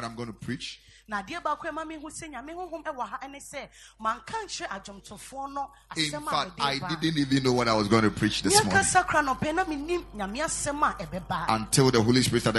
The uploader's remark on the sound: Preached at the Ekklesia Chapel